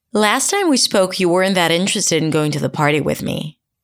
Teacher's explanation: For example, when people start a new idea, there's always what I call that wavy intonation where they start really high in pitch and then they go into that normal American intonation